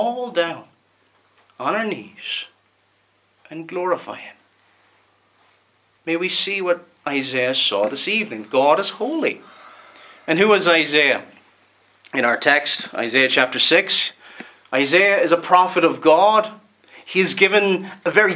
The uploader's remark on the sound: Preached at Ballymoney Reformed Presbyterian Church